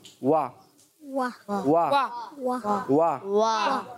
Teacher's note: پہلے ہونٹ نارمل ہے پھر گول ہوں گے اور پھر نارمل